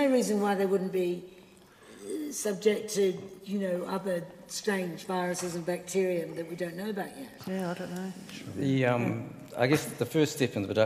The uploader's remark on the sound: A panel of experts at the annual seminar of the New Zealand Food Safety Science & Research Centre.